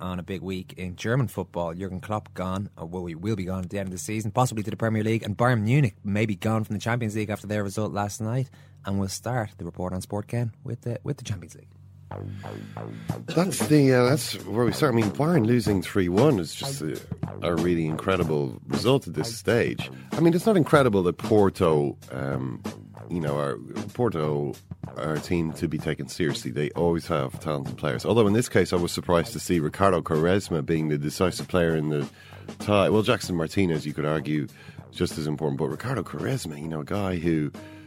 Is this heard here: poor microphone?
no